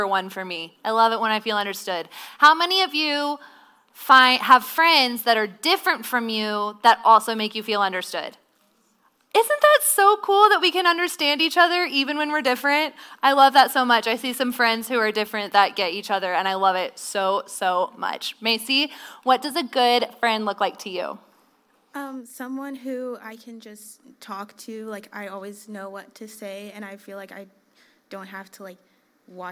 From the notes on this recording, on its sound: Visited the girls of Heritage Church in Illinois and recorded a podcast episode with a live audience!